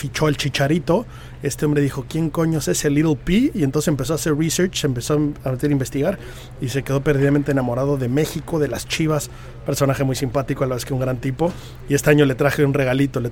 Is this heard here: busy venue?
yes